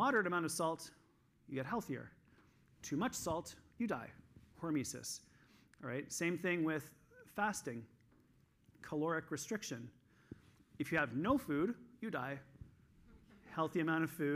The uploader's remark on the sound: This week I'm sharing the third session that I did at the EPIC Conference in Toronto in December of 2022.